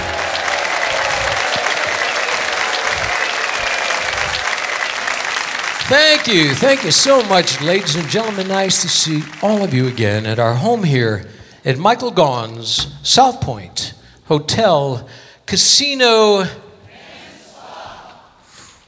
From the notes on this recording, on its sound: Live at the SouthPoint Casino